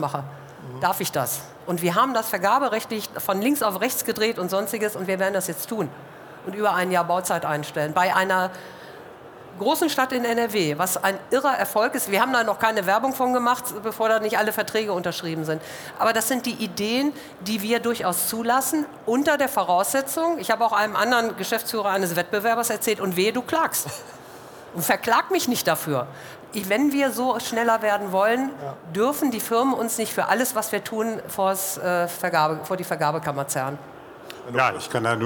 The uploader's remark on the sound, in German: In dieser Sonderfolge haben Sie die Gelegenheit die Podiums-Live-Diskussion auf der Infratech2024 in der Messe-Essen zu hören. Podiumsdiskussion Live.